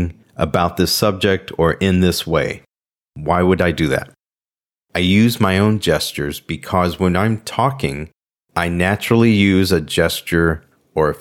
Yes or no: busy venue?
no